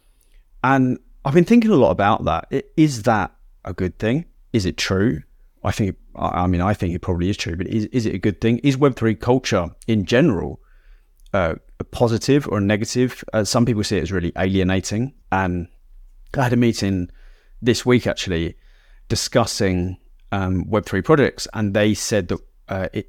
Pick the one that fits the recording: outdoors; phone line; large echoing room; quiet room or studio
quiet room or studio